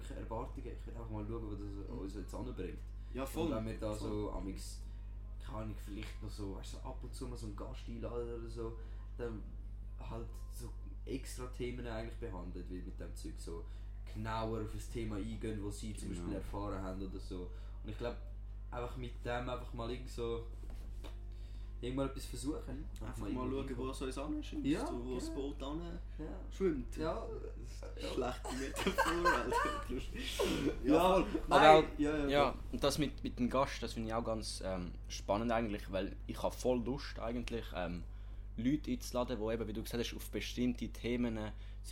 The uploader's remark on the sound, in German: Audioqualität isch nur bi derre Folg so schecht